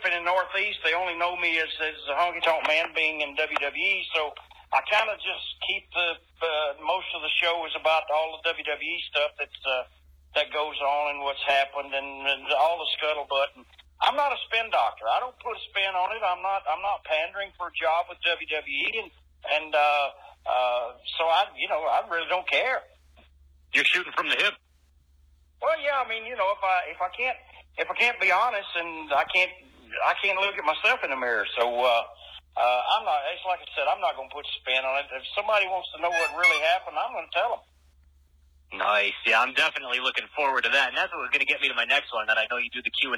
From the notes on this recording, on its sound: This phone interview